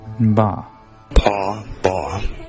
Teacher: The difference? The time it takes for your vocal cords to start vibrating. Yeah. So for pa, it takes a long time.